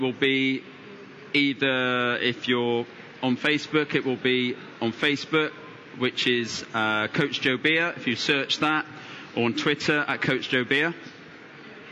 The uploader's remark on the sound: Recorded at the London Tri Show.